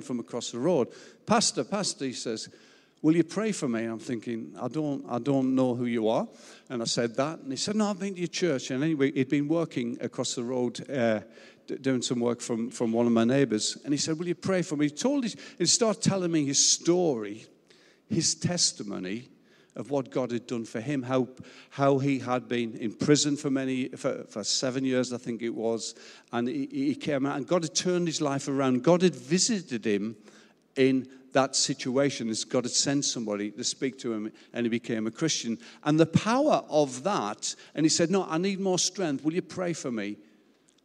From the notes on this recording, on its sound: Recorded live at Life Church Lancashire